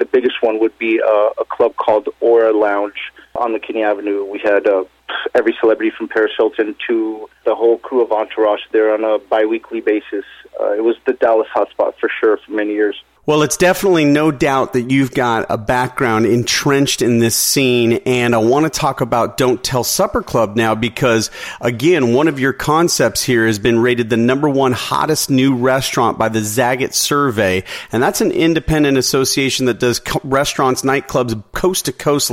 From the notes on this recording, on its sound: called in to SmallCapVoice